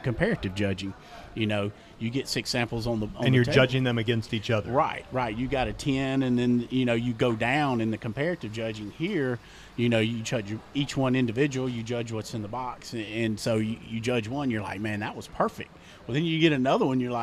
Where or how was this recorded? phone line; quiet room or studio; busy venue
busy venue